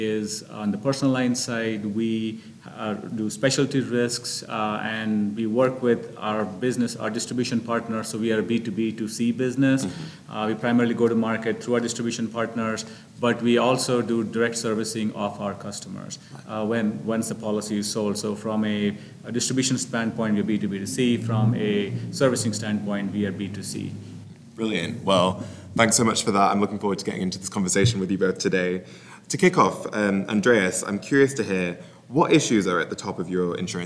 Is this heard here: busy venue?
yes